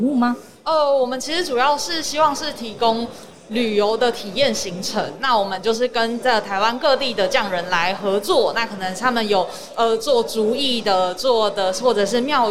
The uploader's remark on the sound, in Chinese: 2021 Energy Taiwan智慧能源週-Live Podcast